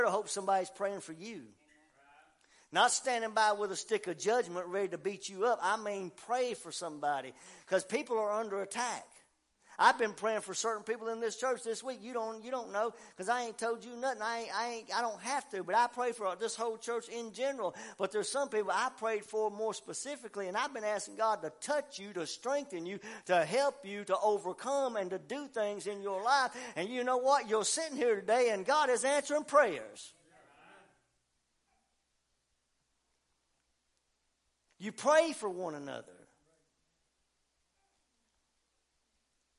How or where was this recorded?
large echoing room